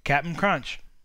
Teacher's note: So it's what you do is you got to just say, so you, instead of saying, you can either say captain or you can say cap. But then you don't release the P. You just say cap. · And in this case, because it's a P, most English speakers are going to realize it as an M sound, even though it's an N, because it is in the same place of articulation as the P